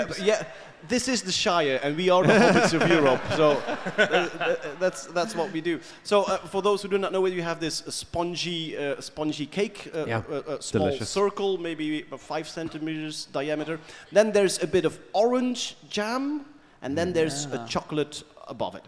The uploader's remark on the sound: Live from the Nerdland festival in Ghent